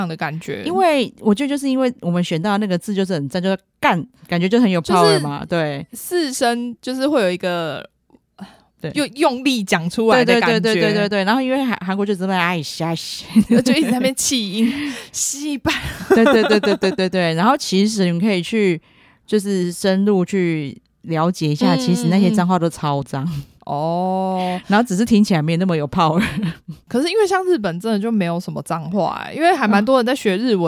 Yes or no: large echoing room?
no